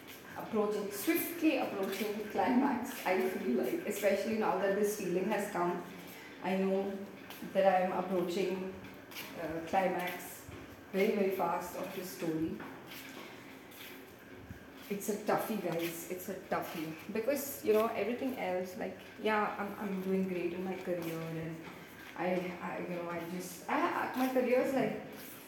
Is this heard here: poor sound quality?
yes